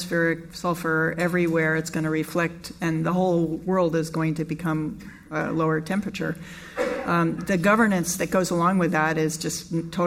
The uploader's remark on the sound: This program was recorded live at the Commonwealth Club of California in San Francisco.